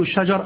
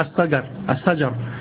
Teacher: كانت هناك في بعض الحروف، يعني يطلق مثلا يقول الشجر السجر السجر، يعني يقول الشين سينا مثلا · Shown in: second take